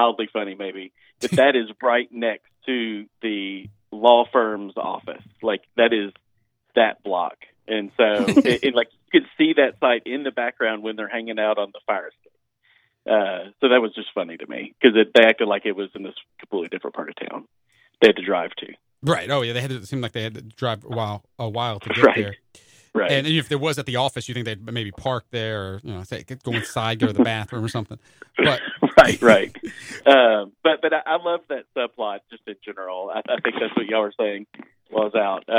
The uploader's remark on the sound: call in to help review